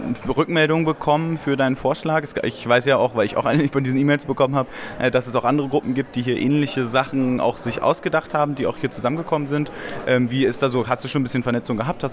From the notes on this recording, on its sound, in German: Folge 15 – SPD Disrupt (live). Eine Folge SoziPod live von Disrupt SPD. Gespickt mit O-Tönen.